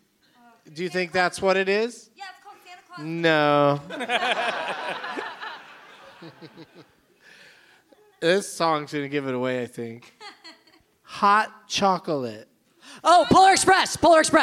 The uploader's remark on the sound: Live from the Gramercy Theatre in New York City